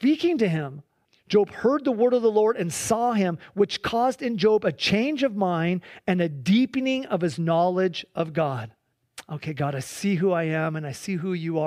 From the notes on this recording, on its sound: Please enjoy this Sunday church service livestream